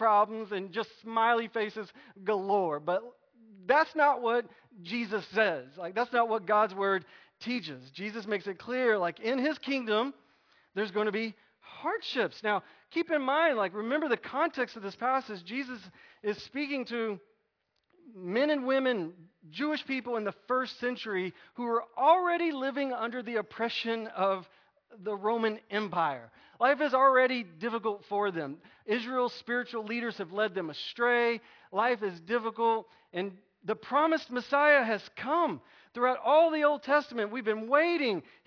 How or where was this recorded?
large echoing room